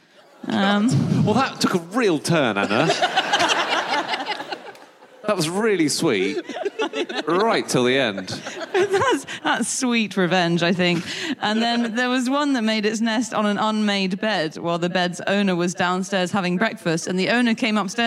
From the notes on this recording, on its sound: Live from Nottingham.